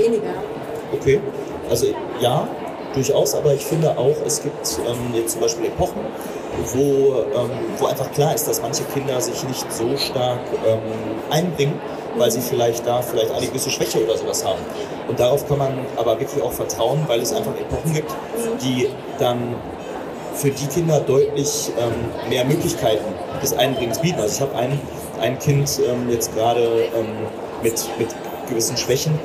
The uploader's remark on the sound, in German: Live von der Didacta. Live auf der Bildungmesse Didacta aufgenommen. Mit Zuhörer:innen, Messetrubel.